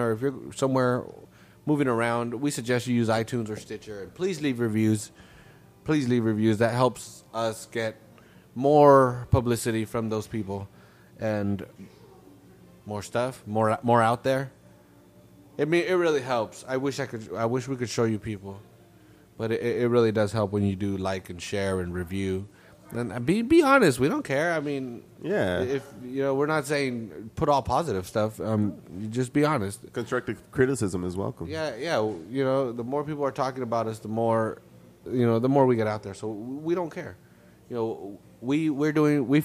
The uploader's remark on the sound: at the Street Low Magazine Car Show